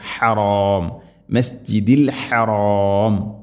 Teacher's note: തൊണ്ടയുടെ മധ്യഭാഗമാണ് ഹ എൻ്റെ മഖ്റജ്